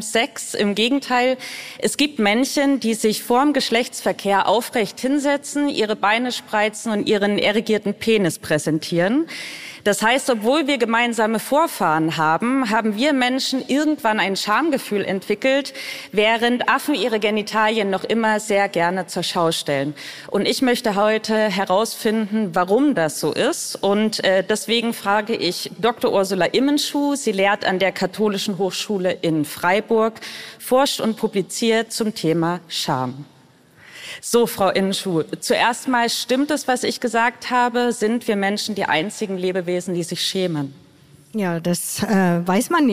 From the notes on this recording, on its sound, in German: Die Folge wurde beim "Beats & Bones Podcast-Festival" im Naturkundemuseum Berlin aufgezeichnet.